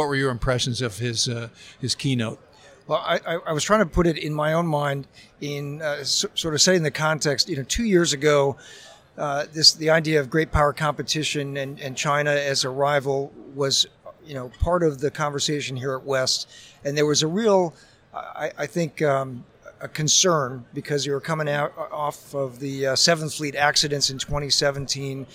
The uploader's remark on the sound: live from the San Diego Convention Center